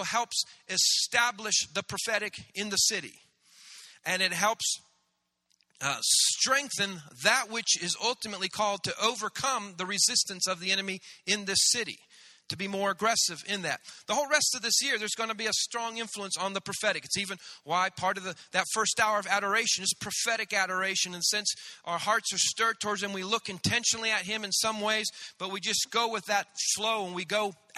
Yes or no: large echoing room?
yes